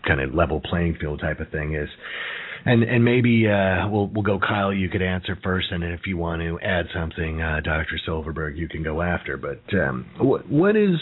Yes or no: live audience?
no